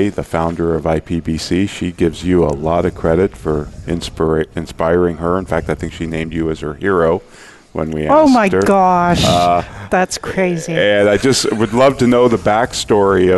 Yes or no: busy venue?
yes